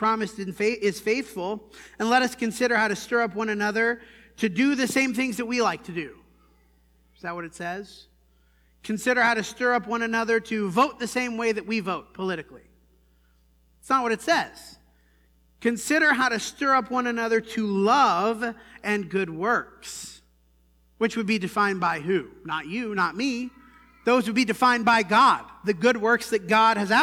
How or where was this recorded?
large echoing room